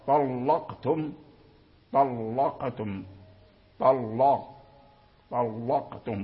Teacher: بتفخيم اللام لمجاورة الطاء المفخم